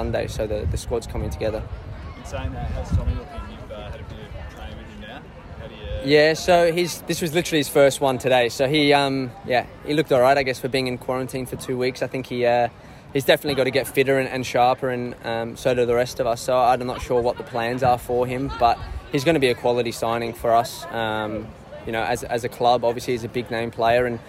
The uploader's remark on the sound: Fans' Day | Press Conference